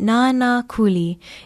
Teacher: It is spelled N-A-N-A-K-U-L-I with stresses on both the first and second syllable